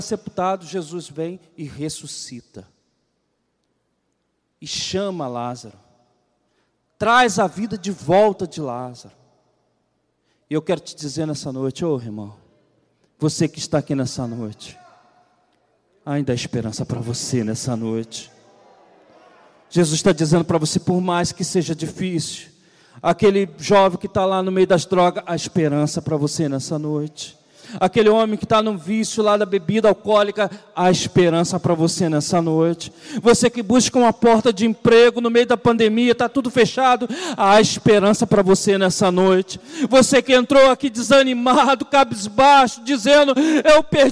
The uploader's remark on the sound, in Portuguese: CULTO DE LOUVOR E PALAVRA AO VIVO